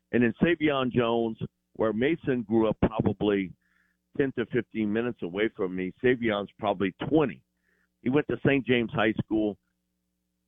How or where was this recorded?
phone line